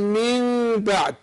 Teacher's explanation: بنقلب النون ميم وبعدين نخفي الميم